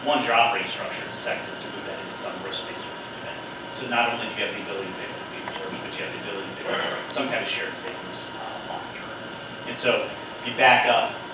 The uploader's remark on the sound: At the Digital Health Dinner and Keynote the night before the 19th annual Healthcare Private Equity and Finance Conference.